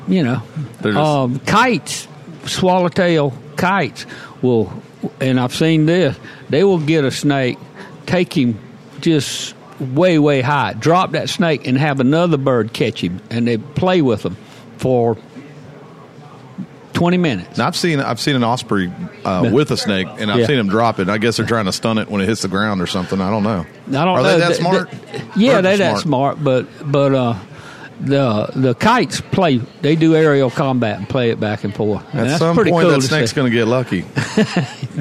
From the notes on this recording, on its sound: Today's show taped live at Sunrise Coffee and the 30A Store in Gulf Place.